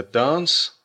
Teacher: вот это появляющееся «а» длинное, это в основном черта британская